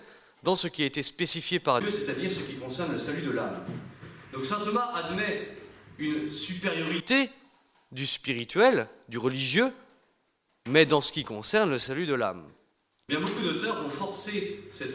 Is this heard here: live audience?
yes